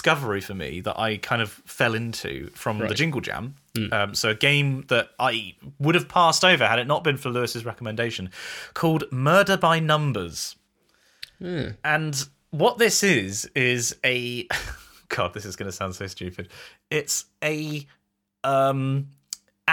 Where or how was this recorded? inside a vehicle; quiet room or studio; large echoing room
quiet room or studio